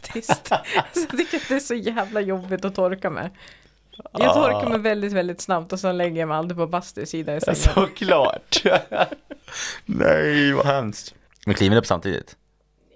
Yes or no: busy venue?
no